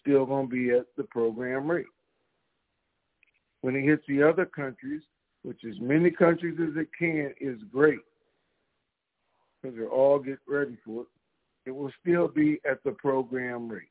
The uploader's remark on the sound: TNTSuperfantastic Conference Call